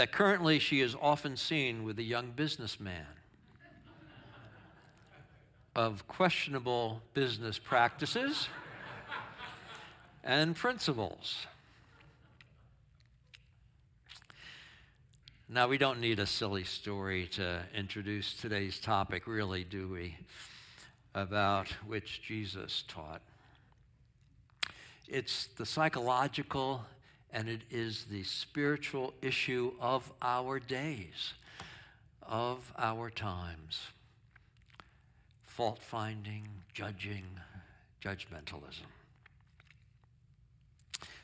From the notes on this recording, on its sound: Sermon from our worship service on 7/16/23. Streamed live on video from our campus in Westlake Village, CA.